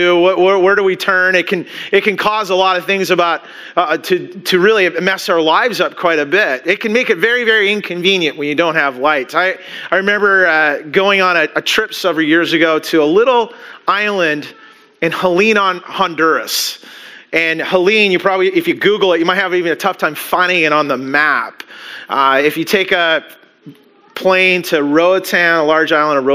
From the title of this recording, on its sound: Christmas Eve Service (Audio)